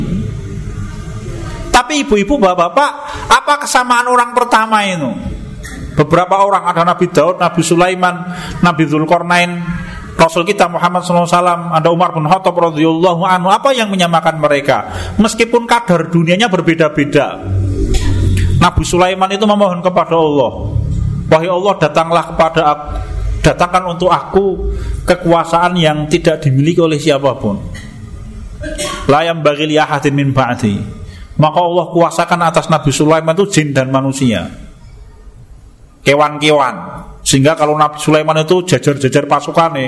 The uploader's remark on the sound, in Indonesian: Di Masjid At Tahkim rutin pada hari Jumat selepas sholat magrib sampai dengan isya. Diselenggarakan oleh FKAM Yogyakarta.